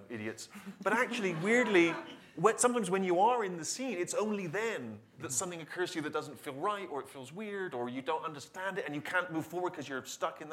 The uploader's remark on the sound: This episode was recorded on January 27, 2019, in front of a live audience at the SundanceTV HQ on Main Street in Park City, UT during the 2019 Sundance Film Festival.